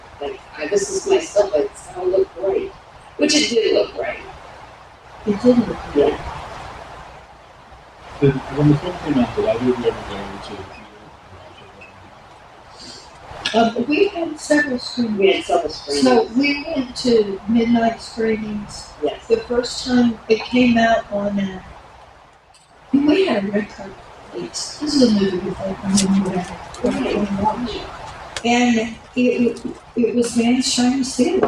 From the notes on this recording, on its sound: HORROR REALM 2023 PANEL. At Horror Realm Convention 2023.